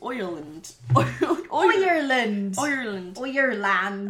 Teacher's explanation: the I pronounces oi